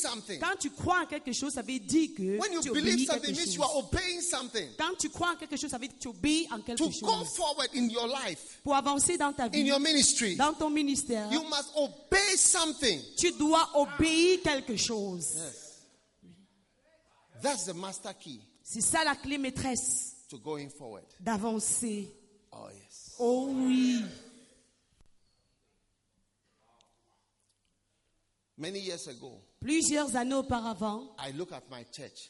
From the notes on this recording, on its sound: Preached at a Healing Jesus Campaign Pastors' Conference in Ebolowa, Cameroon.